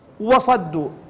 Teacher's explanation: كلمة وصدوا بها واو مستفل وبها صاد مستعلي